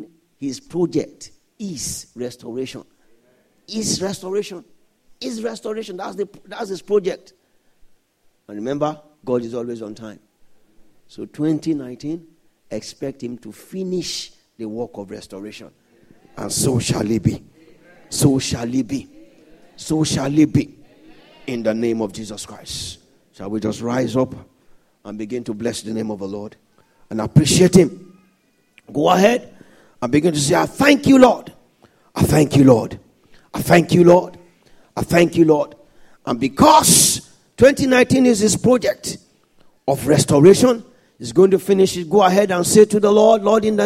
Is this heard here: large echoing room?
yes